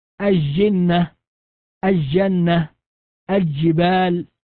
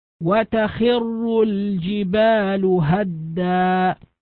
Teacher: الجبال اللام لام قمرية لأنه وقع بعدها الجيم فحكمها الإظهار. وينتبه للام من كلمة الجبال لأن كثيرا من القارئين يدغمون ويجعلونها لاما شمسية وهي في الحقيقة لام قمرية · Shown in: second take